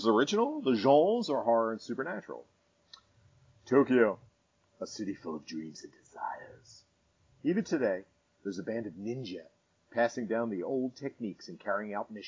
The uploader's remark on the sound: our sound quality is bad